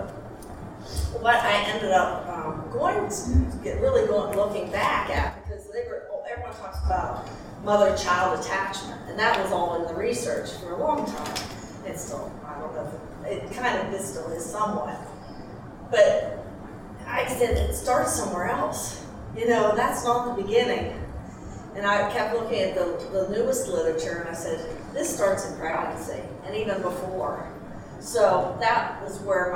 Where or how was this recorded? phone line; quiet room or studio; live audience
live audience